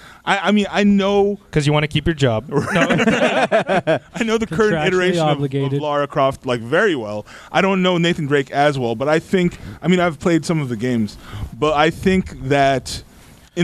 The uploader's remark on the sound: We were LIVE at Backstreet Brewery for this week’s recording of the Offensive.